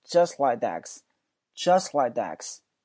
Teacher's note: d 这个发音，那 k 这个后面加一个 d 的辅音，这个 k 就不发音了，就变成了 I had a kid just likedex，just likedex，而且那 just 那个 t 也没发音嘛